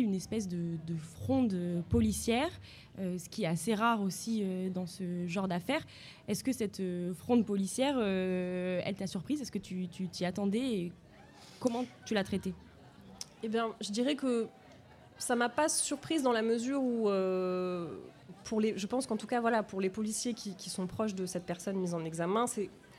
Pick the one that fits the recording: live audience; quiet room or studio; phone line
live audience